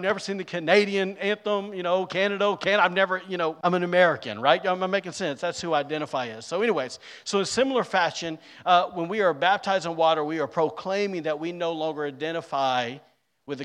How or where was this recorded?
large echoing room